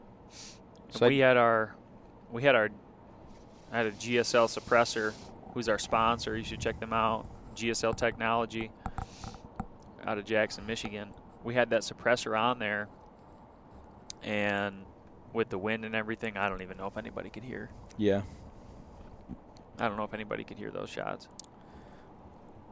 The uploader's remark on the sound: This is the podcast we recorded on the way back home after leaving Wyoming.